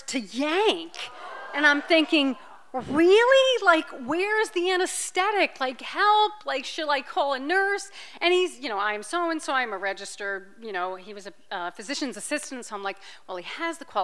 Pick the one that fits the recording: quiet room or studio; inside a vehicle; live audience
live audience